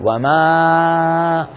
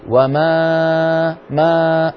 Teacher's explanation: وما في فتح مبالغ به، قولي مثلي وما ما. العرب فتحهم فتح وسط ليس فيه مبالغة. · Shown in: second take